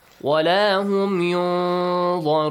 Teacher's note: The sound of noon will be hidden. · Term: hiding sound